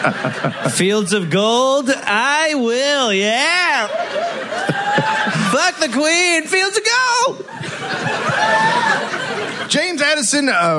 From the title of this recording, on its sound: Live in Phoenix